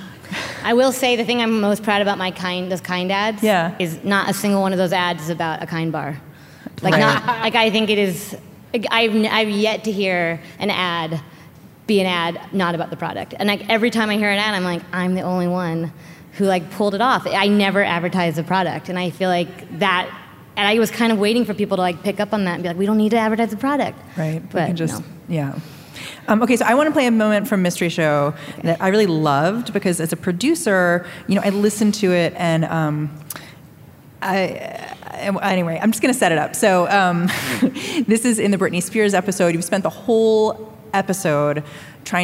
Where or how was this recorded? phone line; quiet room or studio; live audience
live audience